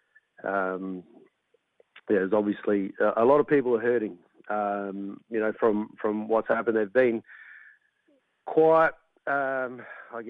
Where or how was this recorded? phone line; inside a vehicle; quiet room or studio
phone line